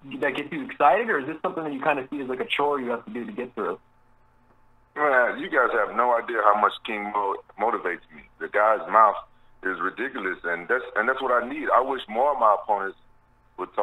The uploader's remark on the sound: Media Conference Call.